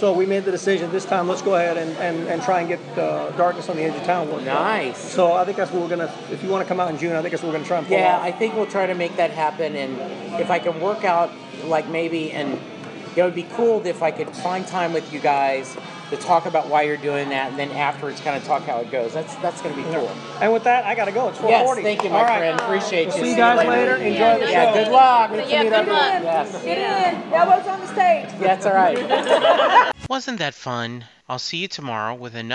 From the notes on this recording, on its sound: This mini episode was recorded in the House of Blues in downtown Dallas.